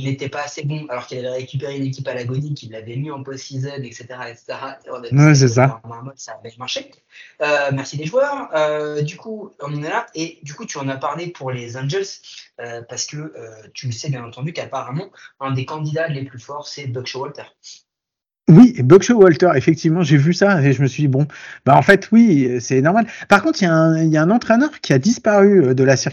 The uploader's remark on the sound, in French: Mes plus profondes excuses pour la pauvre qualité sonore de cet épisode.